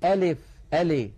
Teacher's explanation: أيضا بعض إخواننا يقولون ألف ألي بإمالة، ألف بدل أن ينطقوا اللام مكسورة ينطقونها بحركة ممالة ألف، فلا يصح أن نقول ألف ولا يصح أن نقول أليف.